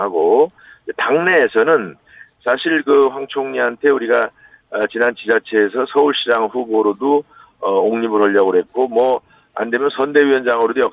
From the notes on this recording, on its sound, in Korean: 전화연결 당대표 후보 릴레이 인터뷰.